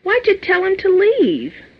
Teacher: Why did you becomes why-ja?